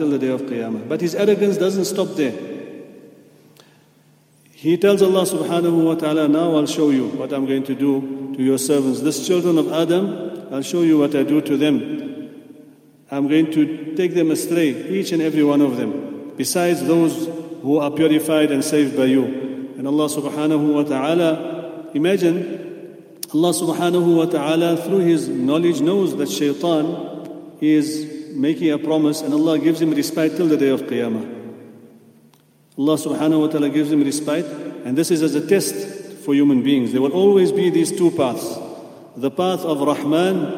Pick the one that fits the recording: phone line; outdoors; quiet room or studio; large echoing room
large echoing room